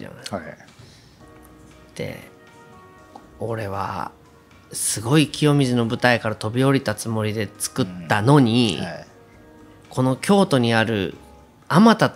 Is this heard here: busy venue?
no